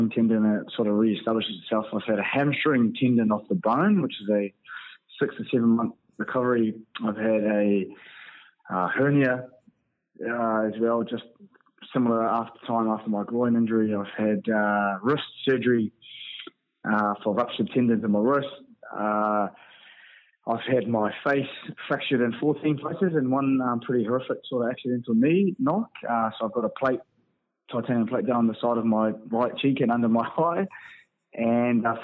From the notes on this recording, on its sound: over the phone